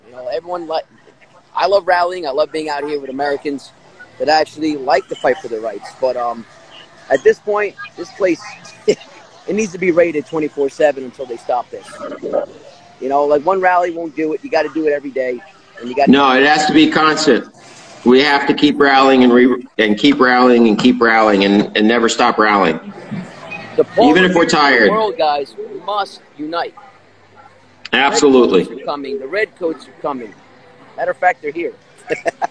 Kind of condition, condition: setting, outdoors